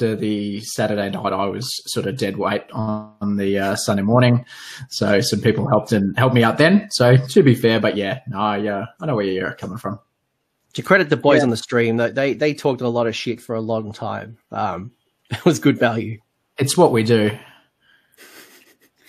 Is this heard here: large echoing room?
no